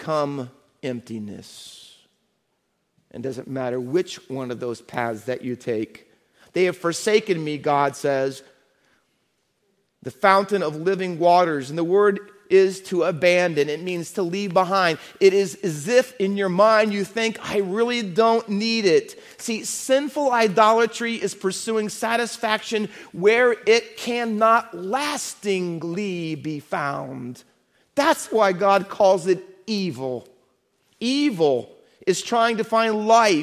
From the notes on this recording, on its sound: Faith Baptist Church in Hamilton, NJ.